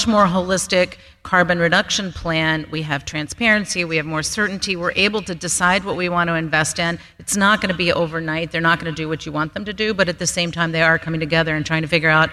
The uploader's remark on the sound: we're coming to you live from Grid Edge World Forum